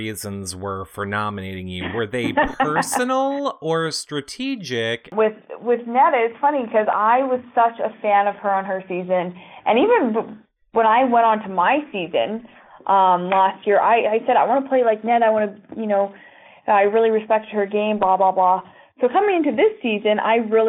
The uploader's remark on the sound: This is our phone interview